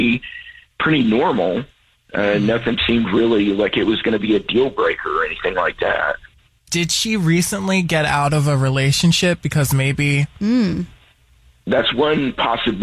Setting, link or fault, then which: link, phone line